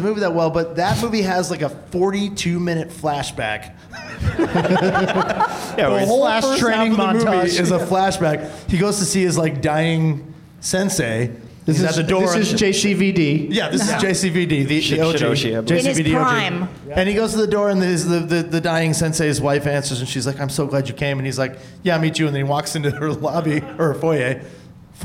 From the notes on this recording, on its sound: Live from the UCB Sunset in Hollywood, California